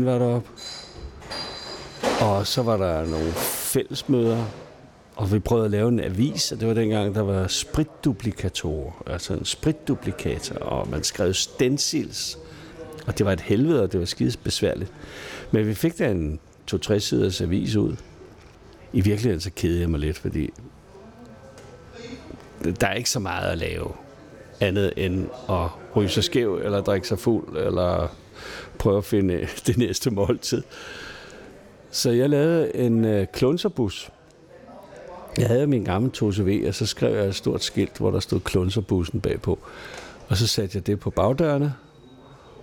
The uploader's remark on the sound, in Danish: Optaget på Fingerbøllet, Christianshavn.